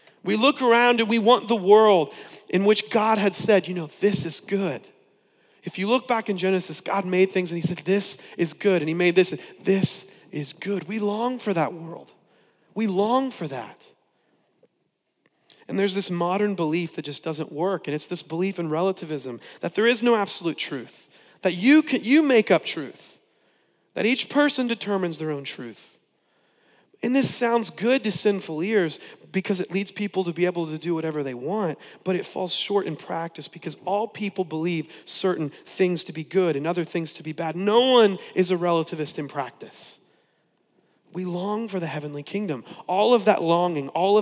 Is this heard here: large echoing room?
yes